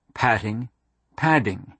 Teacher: In many dialects of English, they are now pronounced identically. The original difference between the t and the d has been obliterated. What obliterated them is a phonological rule called flapping.